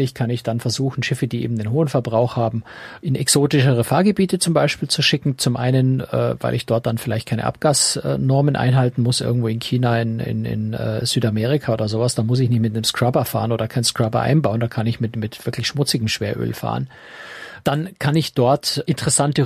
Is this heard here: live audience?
no